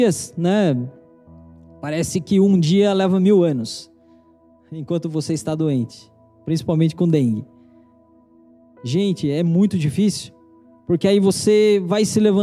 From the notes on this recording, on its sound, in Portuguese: Pregação transmitida ao vivo